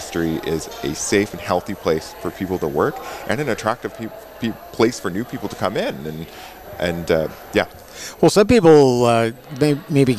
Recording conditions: busy venue